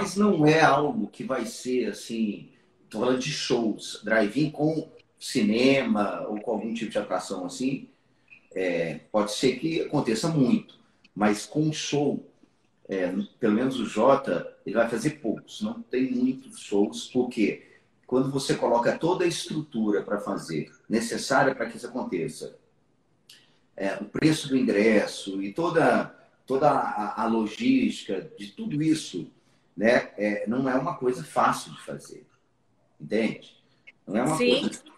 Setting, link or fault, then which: link, video call